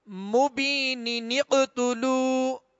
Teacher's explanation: مبین نون کے نیچے دو زیر کی تنوین مبین ہے کلمہ اور یہ تنوین کے نون ساکن کو زیر دے کر آگے نون قطنی کے ساتھ قاف کو پڑھیں گے